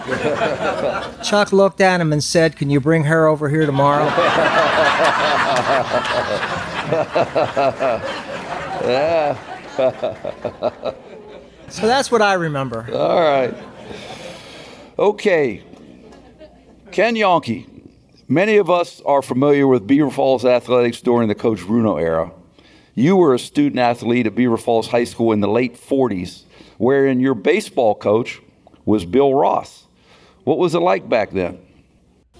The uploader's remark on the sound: 2019 Circle of Achievement Awards Banquet. This episode was recorded July 27, 2019 at Shadow Lakes Country Club, Aliquippa, Pennsylvania.